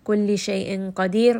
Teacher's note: qaf is going to be heavy. Qadir, and then ra here is going to be light.